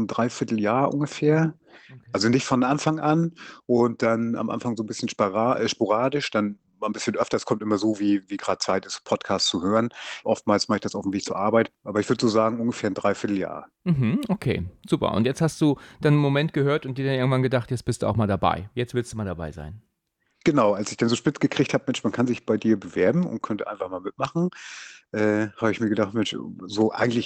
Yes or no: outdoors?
no